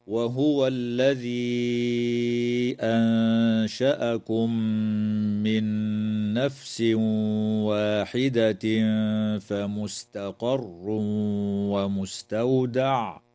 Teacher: تمد الياء في قوله تعالى: الذي أنشأكم من قبيل المد المنفصل بمقدار 4 أو 5 حركات · وتخفى النون الساكنة مع الغنة مرققة عند الشين في كلمة أنشأكم